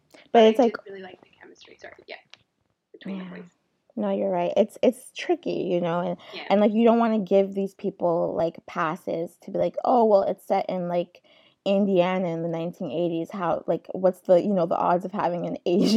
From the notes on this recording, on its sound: the audio is TRASH on this episode